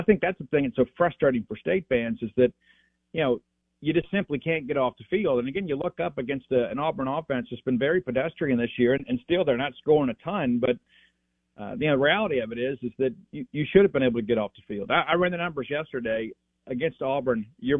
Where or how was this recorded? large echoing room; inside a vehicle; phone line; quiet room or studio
phone line